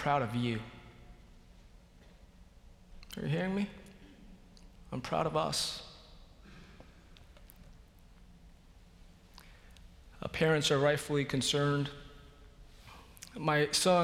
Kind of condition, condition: setting, large echoing room